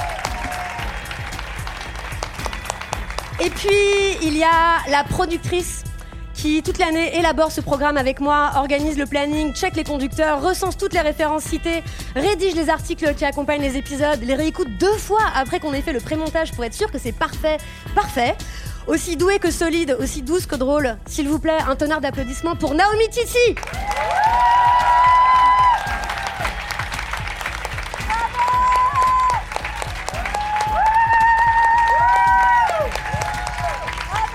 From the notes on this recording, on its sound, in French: À la fin de l’épisode, on tend le micro à nos auditeurices pour recueillir leurs meilleurs souvenirs d’écoute des Couilles sur la table . Cet entretien a été enregistré en public. Au Trabendo (Paris, 19e).